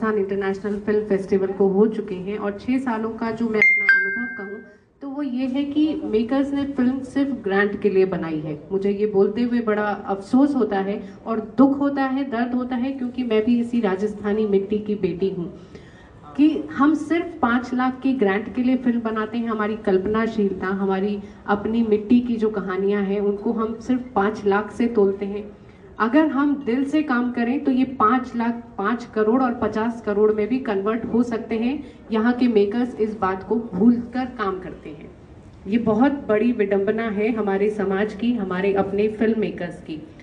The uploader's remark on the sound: The Sessions have been recorded at The Jaipur International Poetry Festival.